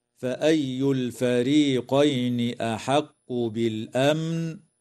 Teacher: وتظهر الميم الساكنة في كلمة بالأمن، ويسمى إظهارا شفويا